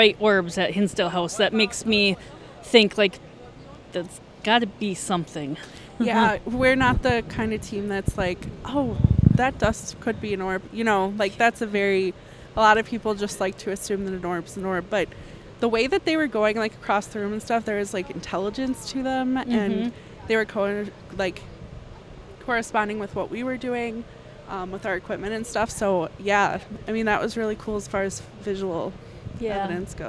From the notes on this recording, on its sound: Today's show was recorded at the Hodag Heritage Days Festival in Rhinelander Wisconsin, Home of the Hodag!